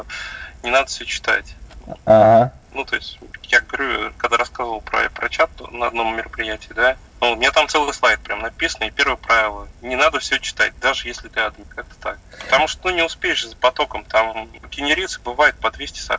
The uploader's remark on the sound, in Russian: Извиняюсь за качество записи